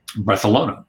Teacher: When the C, which we pronounce as like an S sound, they pronounce with a th sound. · Term: lisp